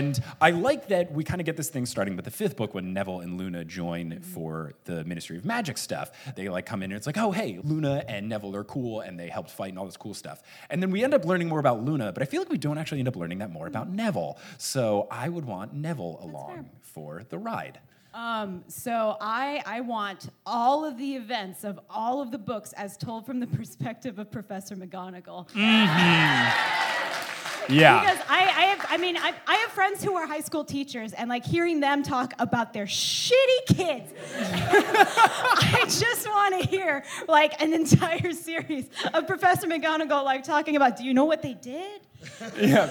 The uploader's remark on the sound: LIVE IN SEATTLE. A super fun Q&A session with the audience!